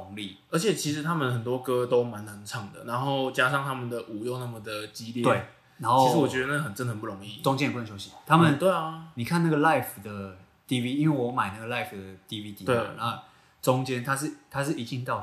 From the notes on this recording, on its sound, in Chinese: 這兩次錄音不知道為什麼回音很重，已經盡1000%力量調整了，下次會再改進。